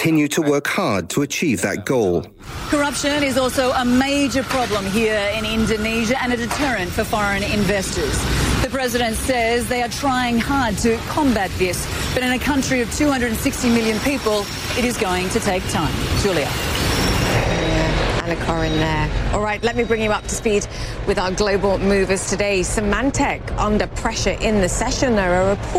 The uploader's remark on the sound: live from the New York Stock Exchange